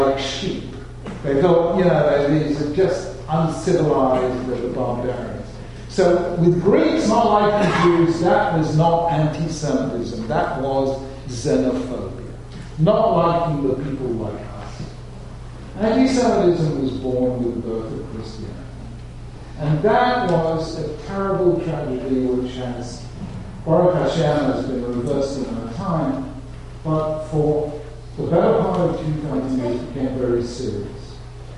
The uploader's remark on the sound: Keynote address at The Jewish Center in New York. This lecture was delivered as part of his engagement with Yeshiva University.